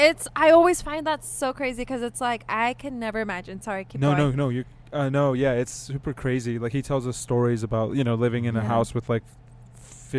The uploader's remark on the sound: We had a chance to do a recording over at The Cotillion, the historic event venue built in 1960.